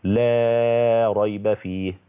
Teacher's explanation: مد لا النافية للجنس للتبرئة لحمزة